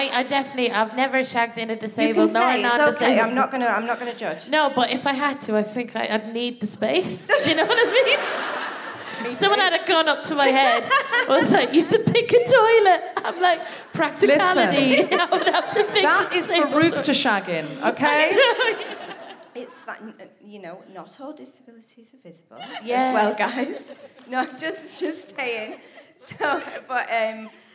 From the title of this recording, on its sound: Live from the Lowry in Salford